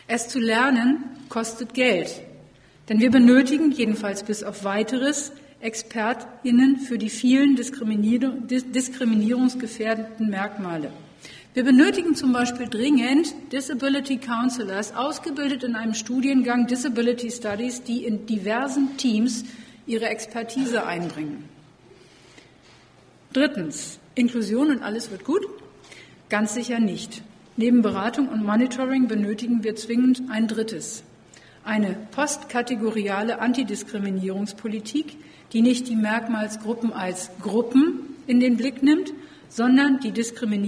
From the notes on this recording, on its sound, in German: Vortragsdokumentation der Tagung "Univision 2020 - Ein Lehrhaus für alle!" des Disability Studies (ZeDiS).